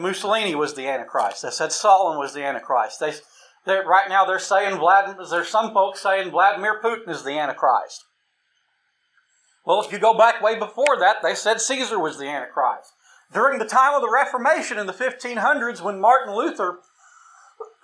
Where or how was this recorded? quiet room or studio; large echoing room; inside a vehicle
large echoing room